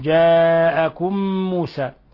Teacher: مد متصل واجب يمد من 4 إلى 5 حركات